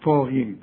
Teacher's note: طا أعلى درجات التفخيم والغين آخر درجات التفخيم لأنها مكسورة